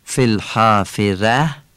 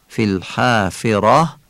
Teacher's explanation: الف بعدش هم که ترقیق میشه، یعنی ایه کشیده خوانده میشه فی الحا فی الحافره. ری فی الحافره هم تفخیم میشه و فتحش مثل آ ولی کوتاه تلفظ میشه · Shown in: second take · فلحافره این فارسیه، فلحافره این میشه فصیح و عربی.